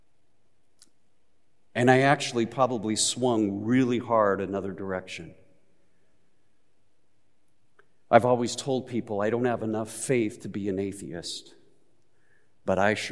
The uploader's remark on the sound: Recorded live at Beatitudes Church in Phoenix, AZ